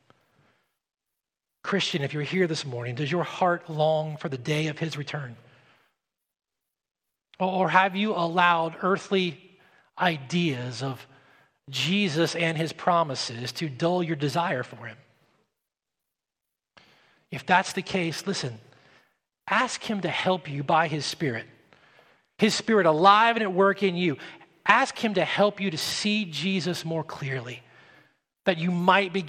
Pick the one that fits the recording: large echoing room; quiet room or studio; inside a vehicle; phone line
large echoing room